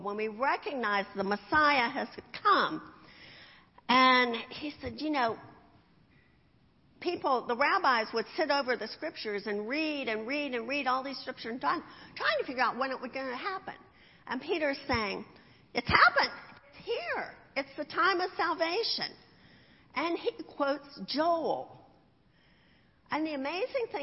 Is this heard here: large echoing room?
yes